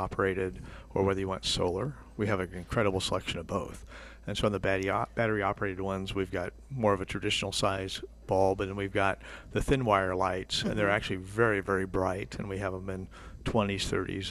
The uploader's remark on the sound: Plant Experts Live at Prairie Gardens.